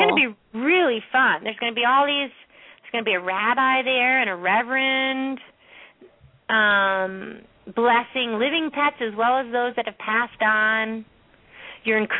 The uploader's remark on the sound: Pet Psychic Radio. Open up the lines for listeners to call in to ask questions to their animals.